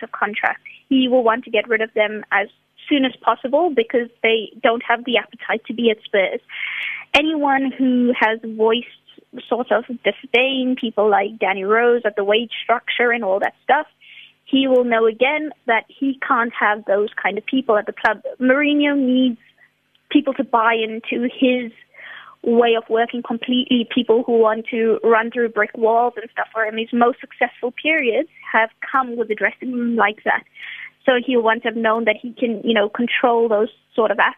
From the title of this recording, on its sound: We are joined on the line